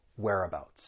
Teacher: There are three syllables. The stress is on that first syllable, whereabouts.